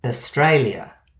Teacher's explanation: Australia, possibly saying the AU like the O in ostrich and the final A more like the first O in onion, to be clearer than our normal pronunciation with a schwa at the beginning and the end